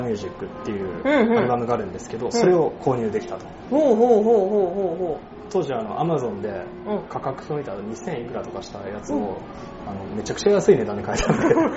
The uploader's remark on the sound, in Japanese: mp3カラオケボックスで収録。